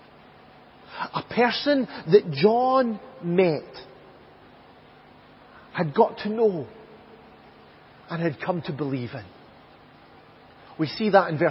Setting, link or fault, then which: setting, large echoing room